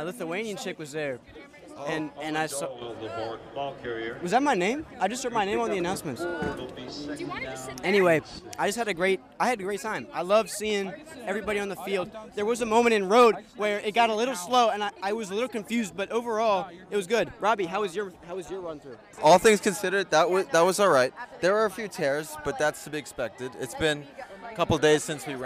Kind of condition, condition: setting, outdoors